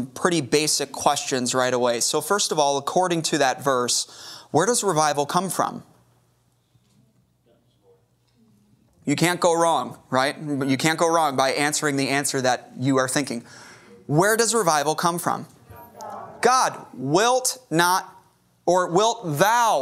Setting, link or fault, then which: setting, large echoing room